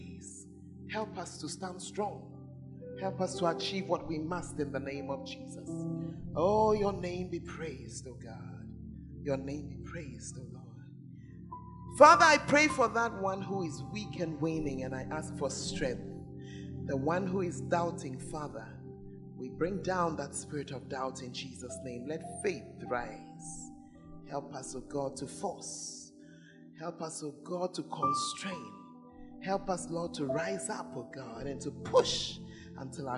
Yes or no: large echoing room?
yes